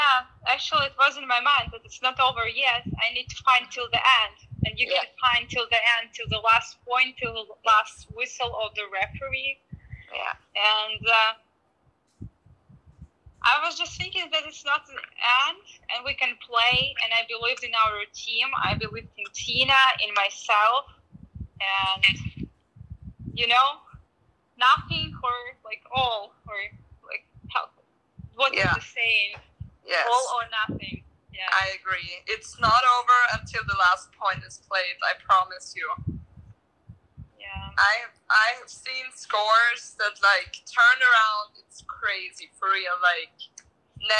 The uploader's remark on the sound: Please note that this is not an actual podcast with fancy equipment, so please forgive the mediocre audio quality and excessive laughing. I’m terribly sorry for all the background wind noises.